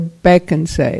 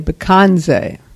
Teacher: We put the accent on the first syllable, Bekense. · Shown in: first take · If you go to other centers, they're going to say Bekense.